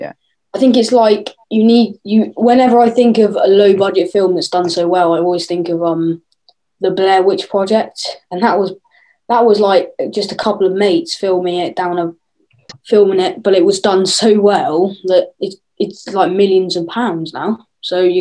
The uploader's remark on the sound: This episode was recorded over zoom, so the audio might not be great.